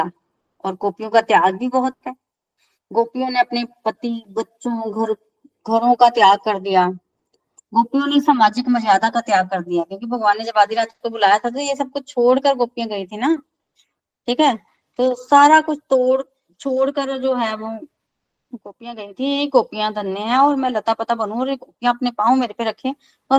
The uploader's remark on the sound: This is the live recording of online Bhagavatam satsang. From Chamba attended by around 88 Golokians.